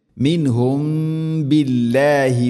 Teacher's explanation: സുക്കൂനുള്ള മീമിന് ശേഷം ബാ വന്നാൽ ഇഖ്ഫ ഷഫവി മണിച്ചുകൊണ്ട് ഉച്ചരിക്കണം